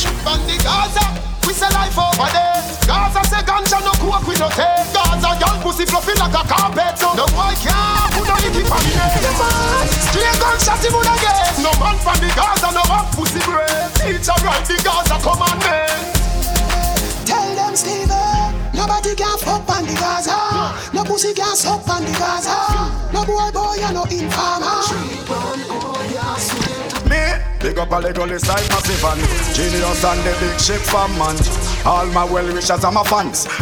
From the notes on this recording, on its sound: Live Audio recording from Island Saturdays on Oct 14th.